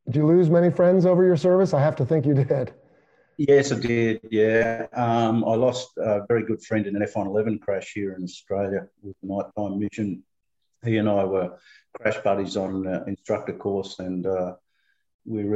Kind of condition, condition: link, video call